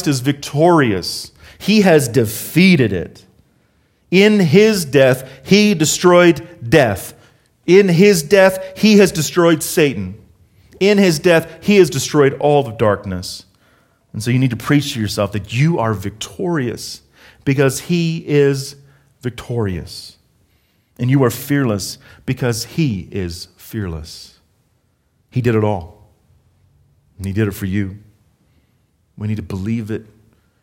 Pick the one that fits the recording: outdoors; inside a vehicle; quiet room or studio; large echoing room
large echoing room